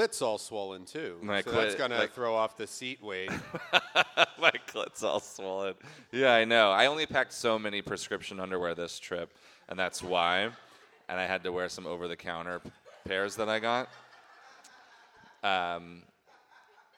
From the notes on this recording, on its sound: LIVE IN HOUSTON